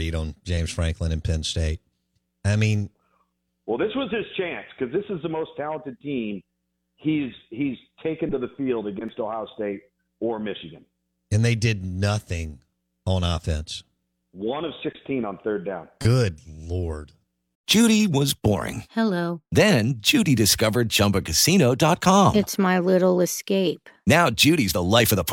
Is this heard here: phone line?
yes